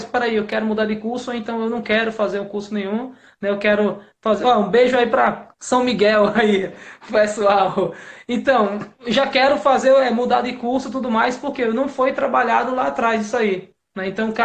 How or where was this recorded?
video call